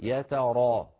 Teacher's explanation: فيها راء مفتوحة يعني مفخمة